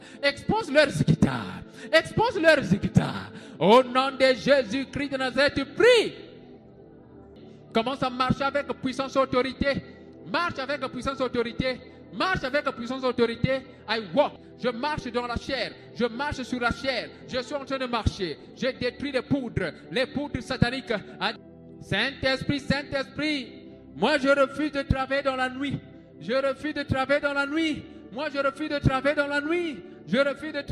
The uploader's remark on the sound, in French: SERVICE EN DIRECT DU DIMANCHE.